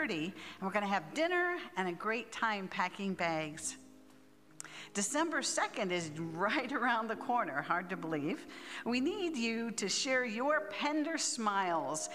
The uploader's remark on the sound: at Pender's Contemporary Worship Service